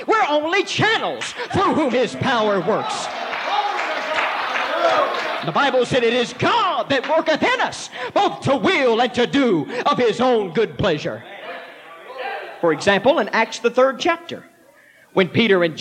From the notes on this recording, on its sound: This powerful sermon was preached at the Mississippi Church of God Camp Meeting in March 1989.